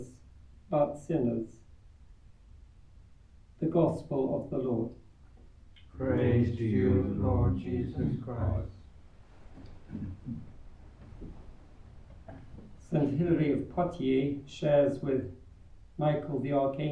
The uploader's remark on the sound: Recorded live at Southgate House on 13 January 2024.